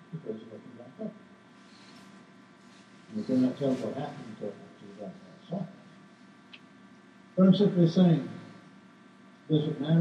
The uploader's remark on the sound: Downtown Church Of Christ Audio Sermon